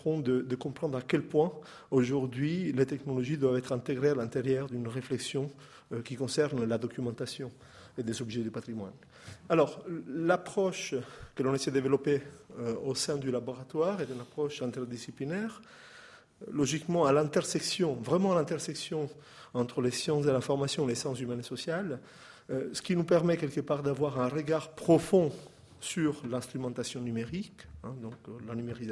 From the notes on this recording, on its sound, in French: Intervention enregistrée le 6 mai 2015 dans le cadre du colloque « Les politiques de recherche sur les patrimoines en France aujourd'hui ».